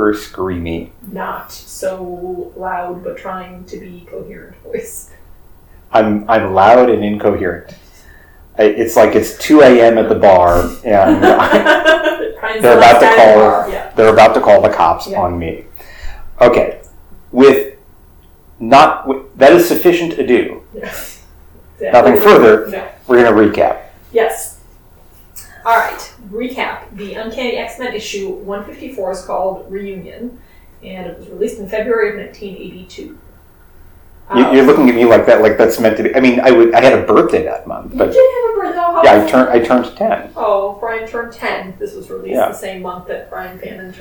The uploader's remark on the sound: The fight scene is almost as bad as the audio. Full disclosure: the audio for this one is terrible. I don't know what happened.